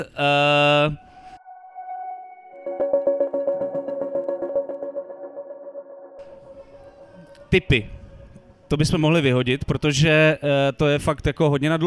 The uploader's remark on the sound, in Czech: Speciální festivalový díl TL;DR jste mohli slyšet živě na festivalu Beseda u Bigbítu v Tasově, kde byl jedním z účinkujících – pokud jste neměli to štěstí, záznam už je tady.